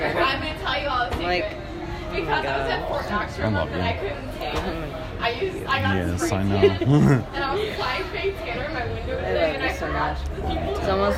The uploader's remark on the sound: Chicago House Party. Over an hour of audio of the party of a coworker of mine.